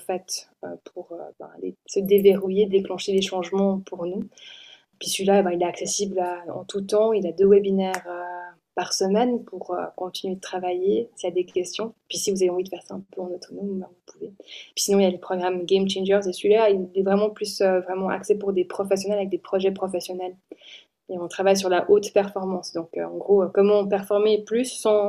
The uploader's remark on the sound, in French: Je vous invite à découvrir ou redécouvrir les interventions magnifiques enregistrées en Mars 2022, lors du Sommet Virtuel "Take It Féminité : être une femme active et émotive en 2022".